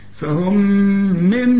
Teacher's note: فهم من كأن النون غير موجودة، بشبك الميم دي مع الميم دي · Term: إدغام